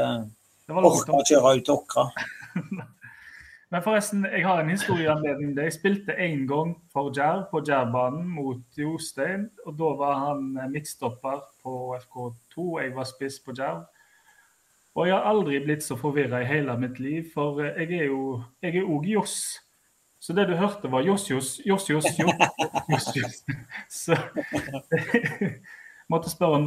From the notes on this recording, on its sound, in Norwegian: tatt opp på videosamtale - koronastyle.